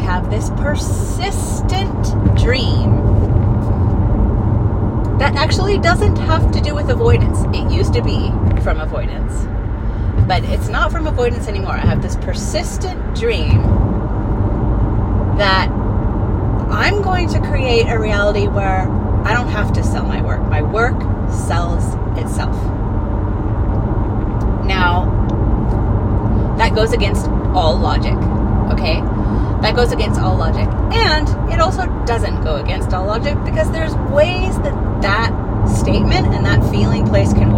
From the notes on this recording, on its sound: I recorded it in the car so the sound quality is horrific, sorry.